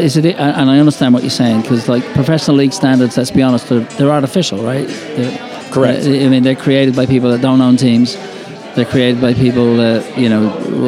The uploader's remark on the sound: Live at the Bar of the US Soccer AGM.